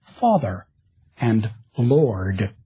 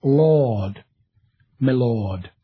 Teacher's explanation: We tend to pronounce the R in words like father and lord. But speakers of British English tend to retract or even not pronounce that R · Shown in: second take · And so father becomes father, and lord becomes lord, milord.